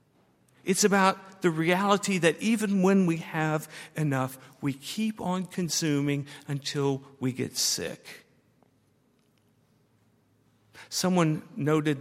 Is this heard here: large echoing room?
yes